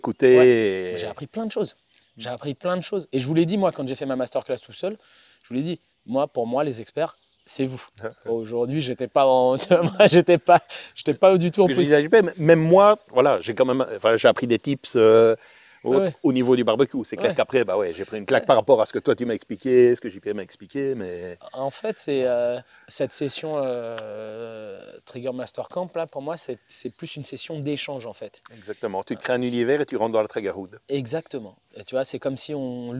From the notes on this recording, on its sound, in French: Cet épisode a été enregistré lors du second Master Camp Traeger France le 15 octobre 2023.